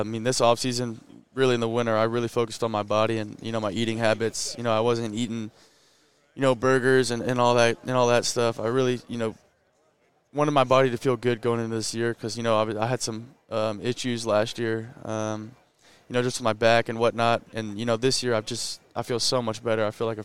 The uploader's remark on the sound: at Big 12 Media Days, from AT&T Stadium in Arlington